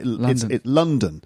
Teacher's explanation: So the stress is on the first syllable.